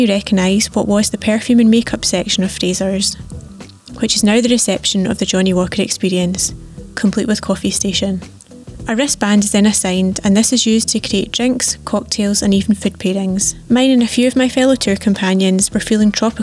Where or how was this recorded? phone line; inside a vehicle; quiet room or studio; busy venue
busy venue